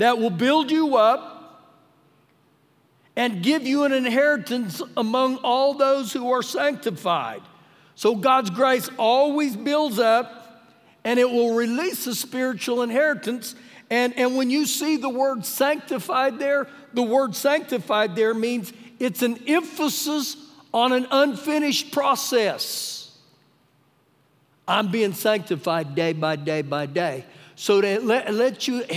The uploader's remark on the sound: Recorded live during our Sunday morning service.